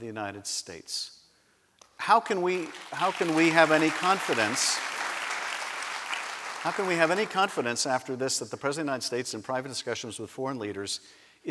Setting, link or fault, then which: setting, live audience